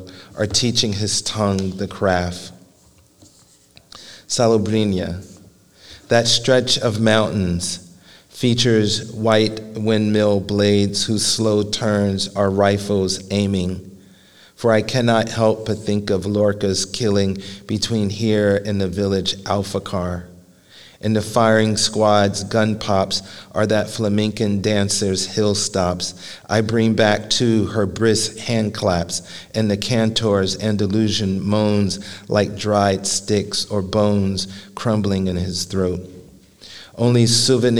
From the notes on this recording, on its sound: Live at The Philadelphia Ethical Society.